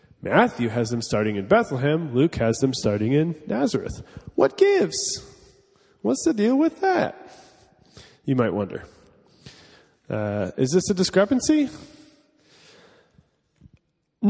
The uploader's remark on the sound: (class format). This is a recording of the week 2 of Part 1 of our in-person course.